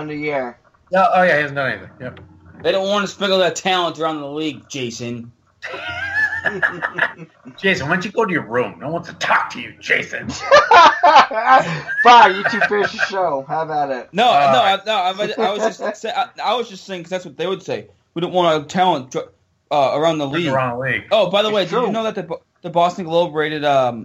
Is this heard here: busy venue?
no